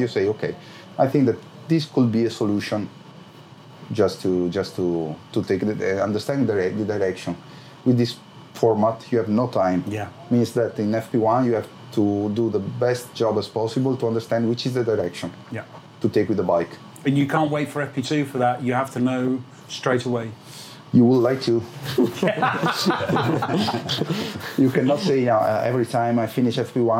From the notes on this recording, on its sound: podcast, recorded at Sachsenring